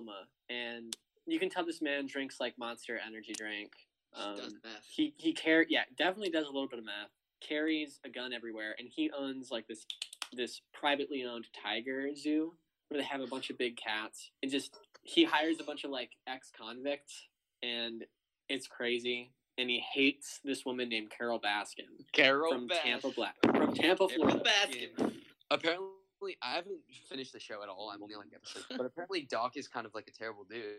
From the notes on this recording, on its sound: Please mind the audio! The team is working on getting the perfect audio, we must start somewhere!